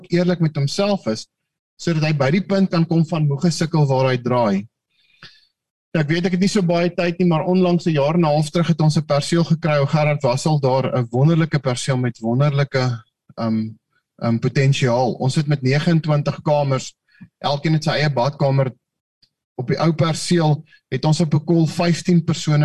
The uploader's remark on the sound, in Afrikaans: Manne van die Woord Zoom Byeenkoms 8 Maart 2022